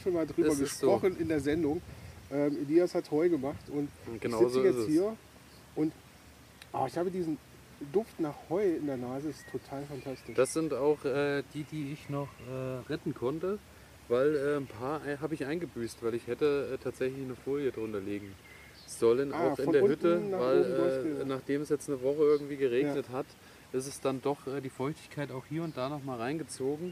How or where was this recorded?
outdoors